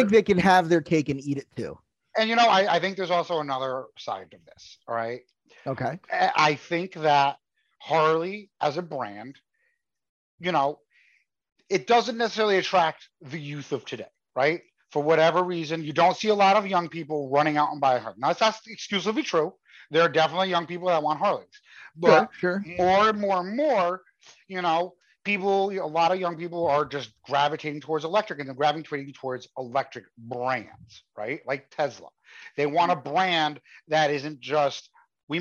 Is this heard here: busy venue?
no